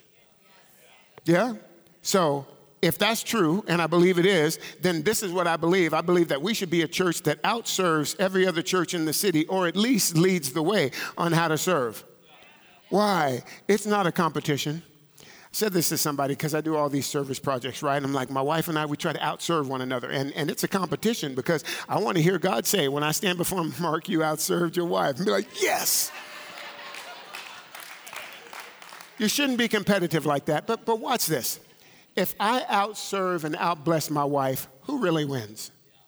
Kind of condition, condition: setting, large echoing room